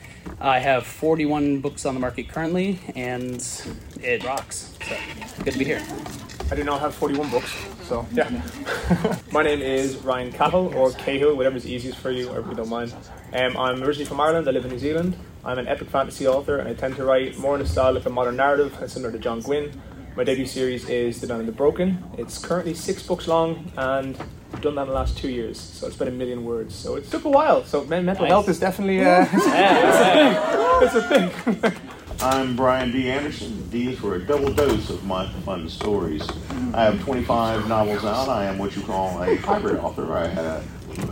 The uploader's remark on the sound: Features live audio from the Madness of the King panel at Dragon Con 2023. While some minor sound editing was done to make the original recording somewhat easier on the ears. Please keep in mind that this was recorded live and therefore the sound quality is uneven at best.